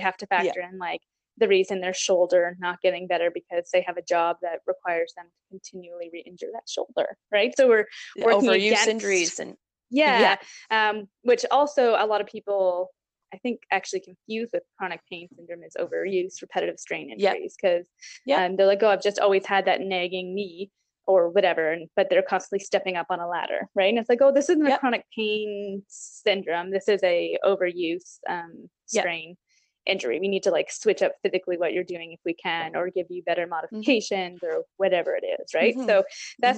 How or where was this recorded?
video call